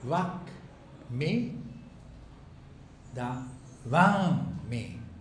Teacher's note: La K se convierte en N. ¿Por qué? Porque lo que sigue es una nasal.